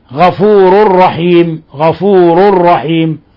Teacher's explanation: إضغام بغير غنة، لأن التنوين تنوين الضم جاء بعده حرف الراء، وحرف الراء أحد حرفي الإضغام بغير غنة.